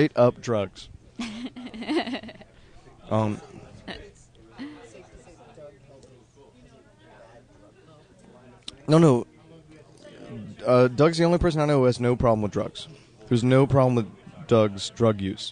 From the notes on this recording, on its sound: Get a glimpse of what it is to be backstage at a Comedy Bang Bang show. Recorded backstage at the 2012 Comedy Bang Bang Nativity Pageant.